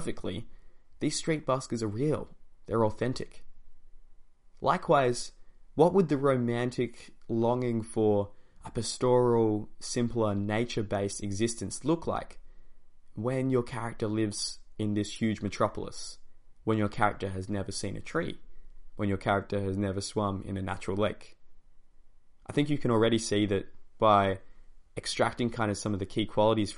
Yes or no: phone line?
no